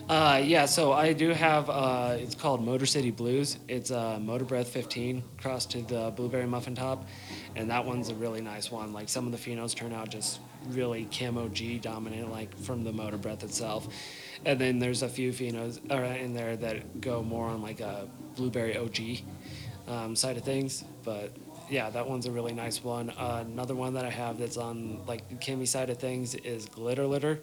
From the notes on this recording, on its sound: This episode was recorded down at AREA420 in Moffat Colorado during a Harvest Festival with Heart and Soil Project. I was able to catch up with a half a dozen people that day and chat.